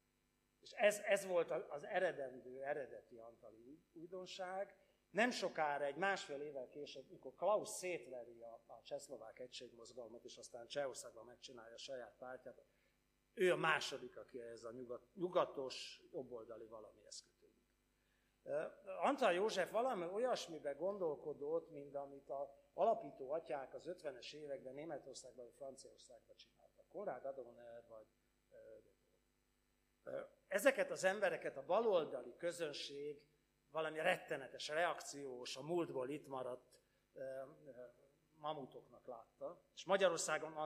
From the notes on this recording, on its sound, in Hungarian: rendezvényének felvétele